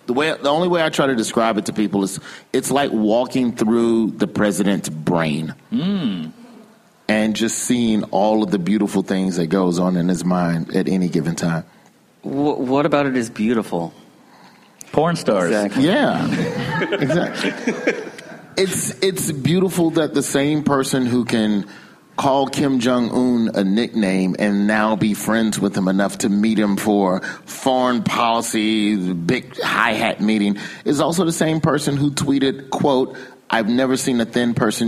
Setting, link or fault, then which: setting, live audience